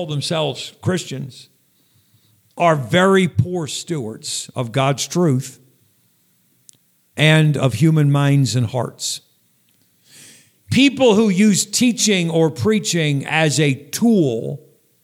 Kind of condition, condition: setting, large echoing room